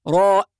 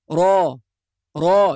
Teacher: والخطأ الذي يقع في بعض الناس أنه يقول راء بهمزة، وهذا خطأ، فالراء في القرآن تنطق را را، يعني را ألف فقط · Shown in: second take